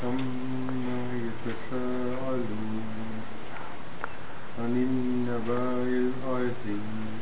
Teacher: The Hamza is strong from the bottom of the throat.